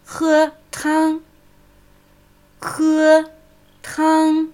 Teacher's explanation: Beide Wörter sind im ersten Höhenton.